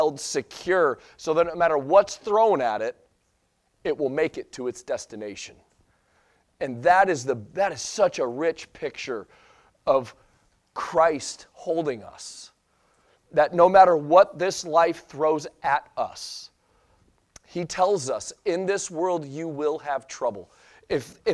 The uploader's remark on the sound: Sunday Morning Sermon Audio